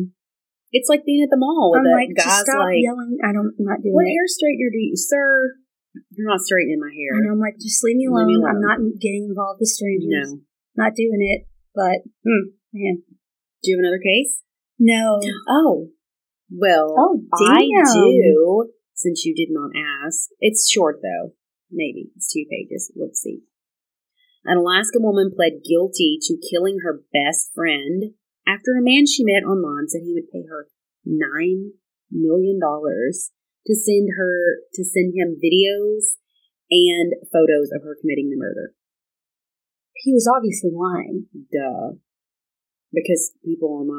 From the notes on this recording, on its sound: Our audio isn't great on this one. We're still working on our mic/sound adjustments.